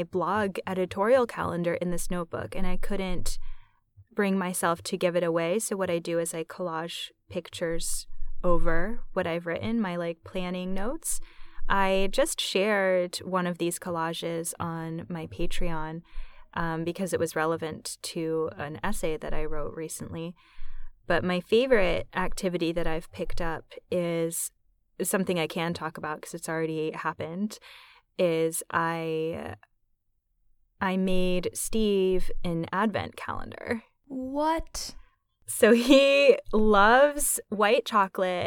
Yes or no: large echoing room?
no